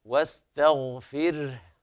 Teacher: السين والتاء مرققتين، وبعدها الغين حكمها التفخيم